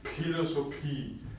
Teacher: ein Labial, ein hartes P, das dann behaucht wird · Term: behauchte Konsonanten